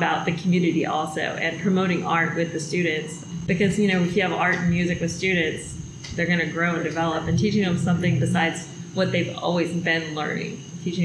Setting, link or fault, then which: setting, busy venue